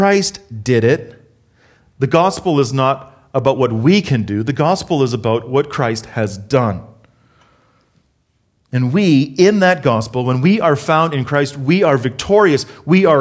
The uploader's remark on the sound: Harvest Calgary South Sermon Audio.